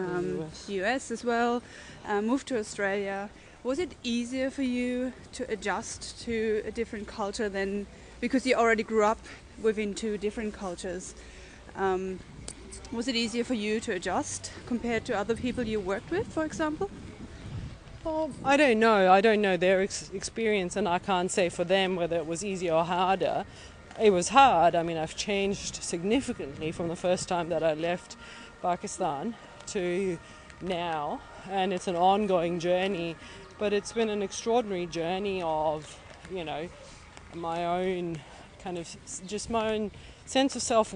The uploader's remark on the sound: A walking interview through Berlin Schöneberg with an emergency doctor.